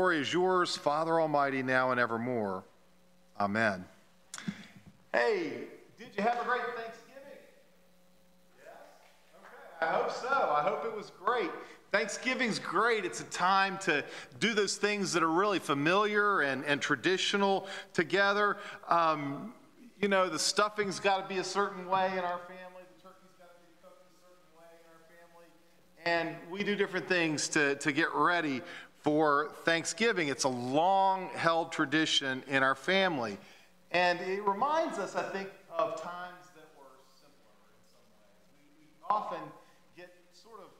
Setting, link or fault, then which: setting, large echoing room